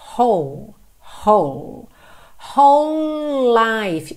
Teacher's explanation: Eu junto tudo aqui porque é como se eu tivesse dois L's ligados, já que o E do whole não é pronunciado, tá?